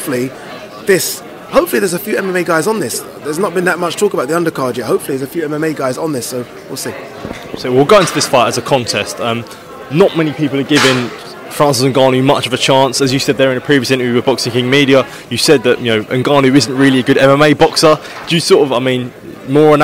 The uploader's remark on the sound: at the launch press conference in London